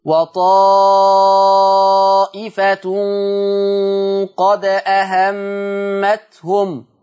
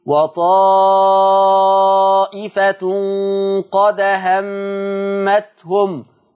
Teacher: هتنتقل الحركة بتاعت الهمزة الفتحة تروح للدال · Shown in: second take · Term: النقل